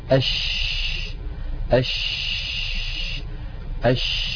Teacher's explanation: التفشي كما يعني عندما ننطق الشين نجرب هكذا أش أش أش، تجدون بأن الشين كما ذكرنا عند بحث مخارج الحروف تخرج من وسط اللسان، من وسط اللسان، من هذه المنطقة، ومن هنا ينشأ الصوت، من وسط اللسان ينشأ الصوت، ثم يندفع الصوت باتجاه مقدمة الفم، فيصطدم الصوت بالأسنان، بالصفحة الداخلية للأسنان العليا، فيؤدي هذا إلى حدوث انتشار للصوت في الفم.